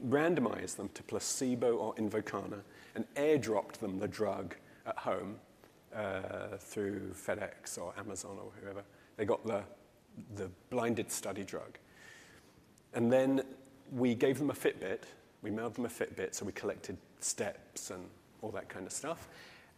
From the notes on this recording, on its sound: In this session recorded at CMO Summit 2022